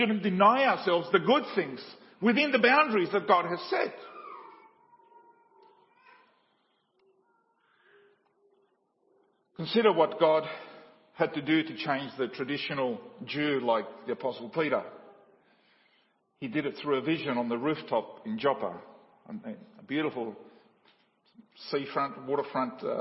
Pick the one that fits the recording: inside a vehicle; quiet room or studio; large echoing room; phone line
large echoing room